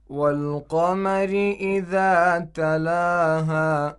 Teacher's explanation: in the second verse, as you can notice, the lam of Al-Qamar is pronounced because Qaf is one of the moon letters.